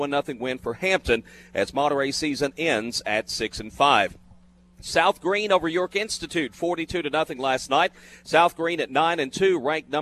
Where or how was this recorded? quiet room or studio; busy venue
busy venue